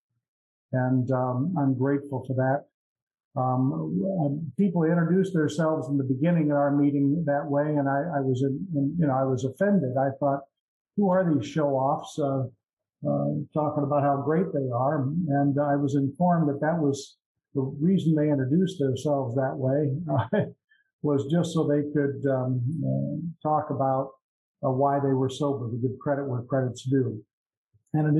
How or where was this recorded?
video call